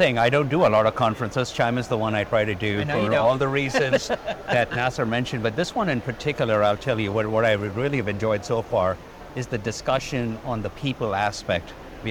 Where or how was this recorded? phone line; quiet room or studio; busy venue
busy venue